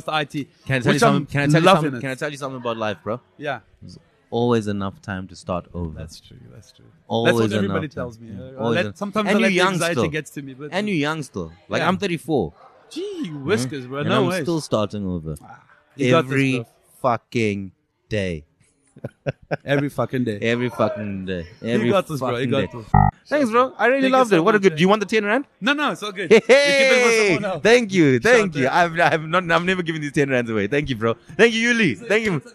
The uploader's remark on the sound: LKS Outside: At a pre-party for the Rugby